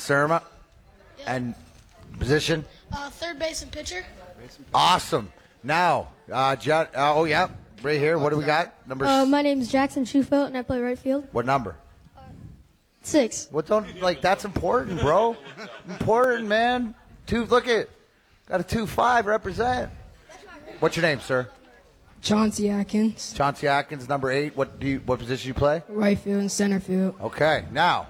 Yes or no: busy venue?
yes